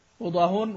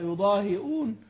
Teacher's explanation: بدون همزة مع ضم الهاء · Shown in: first take